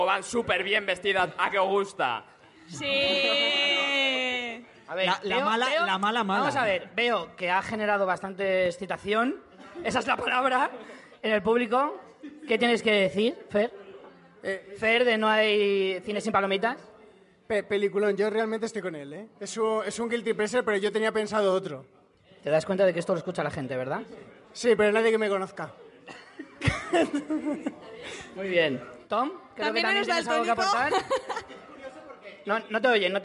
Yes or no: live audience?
yes